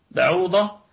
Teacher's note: بعوضة الكلمة كلها مرققة مع حرف الضاد في الدرجة الثانية من درجات التفخيم لأنها مفتوحة. بعوضة الباء فيها قلقلة نسبية لأنها متحركة